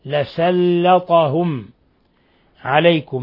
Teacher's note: لاحظوا ترقيق السين وترقيق اللام